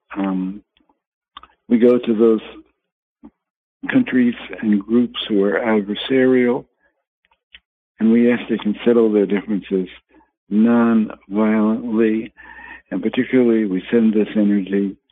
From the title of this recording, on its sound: Conference Call LIVE, August 8, 2022